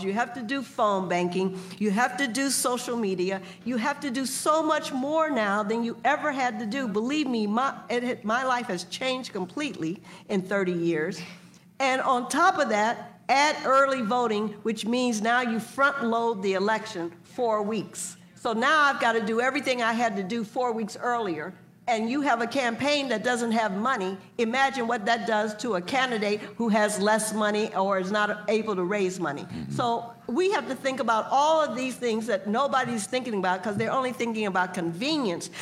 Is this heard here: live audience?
yes